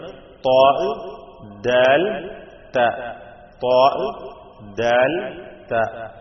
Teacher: ഒമ്പതാമത്തെ മഖ്റജാണ് നാവിന്റെ അറ്റവും മേലെ മുൻപല്ലിന്റെ മുരടും ചേർത്തുകൊണ്ട് ഉച്ചരിക്കേണ്ട മൂന്ന് ഹർഫുകൾ